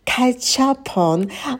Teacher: на catch добавляем придыхание.